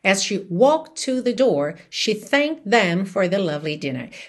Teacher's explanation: Percebe que tanto walked quanto thanked não ficam claramente ali audíveis no passado, certo? Porque na hora que eu falo sozinhas essas palavras, walked, thanked, você consegue perceber t, t. · Term: junções